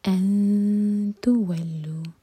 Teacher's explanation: نون کی آواز کو چھپائیں گے اور تا کے لیے زبان تیار کریں گے